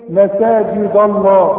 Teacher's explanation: فالدال دي هتفخم منك غصب عنك. ليه؟ عشان جنبها لفظ الجلالة